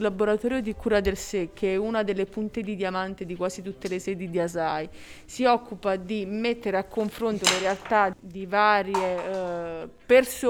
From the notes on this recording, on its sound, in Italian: Registrata durante la festa tenutasi al Centro Interculturale il 21/12/2021.